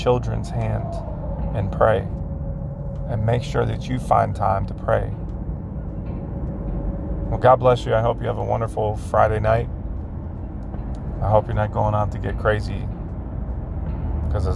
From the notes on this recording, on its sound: Just a reflection from a man driving home from work.